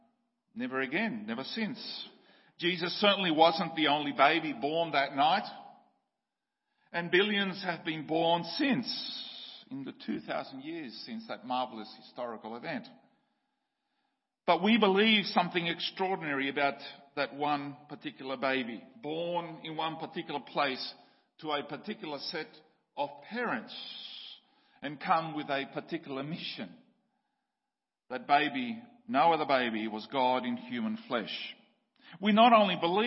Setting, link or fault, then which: setting, large echoing room